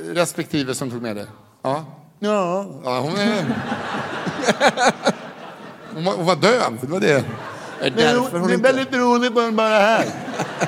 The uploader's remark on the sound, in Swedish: Live på Draken – Lördagen.